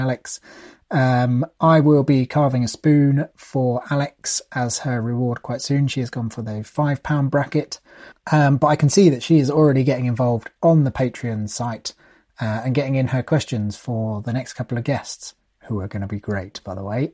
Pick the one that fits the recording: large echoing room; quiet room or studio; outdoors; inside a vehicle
quiet room or studio